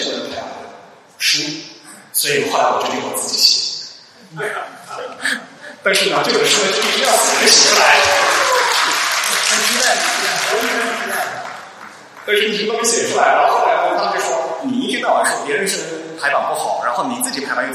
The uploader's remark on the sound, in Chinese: 后信息时代 大会年末于广州落下帷幕。本期节目播出现场录音，以飨未能到场的听众。在广州摩登大道时尚集团跨界艺术馆举办。